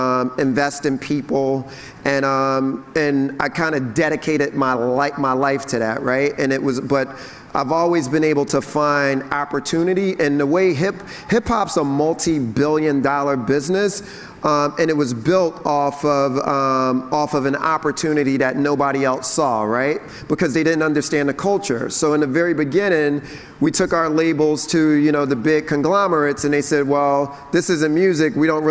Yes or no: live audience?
yes